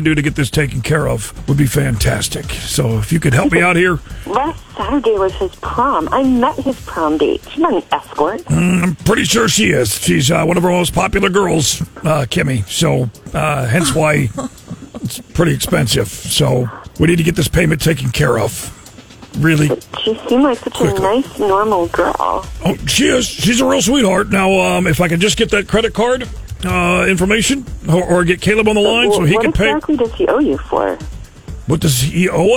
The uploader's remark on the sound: FRIDAY PHONE JACKS PRANK CALL.